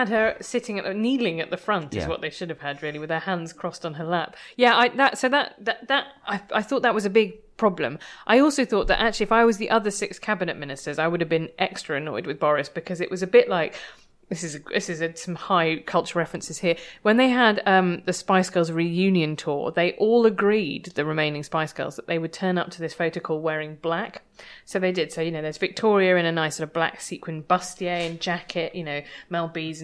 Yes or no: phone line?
no